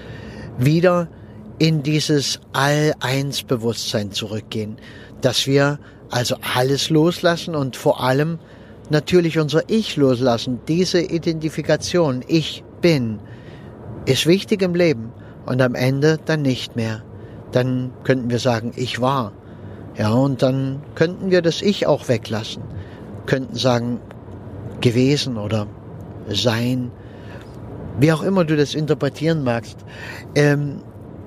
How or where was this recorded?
inside a vehicle